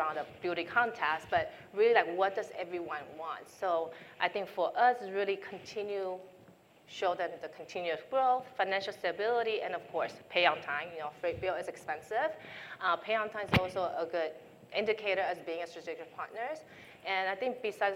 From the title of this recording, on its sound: NRF 2022 Panel Session